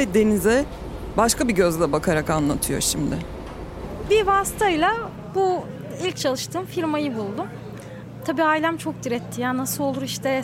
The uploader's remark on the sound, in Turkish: üç yıl sonra ilk kez vapura binerken kayıttayız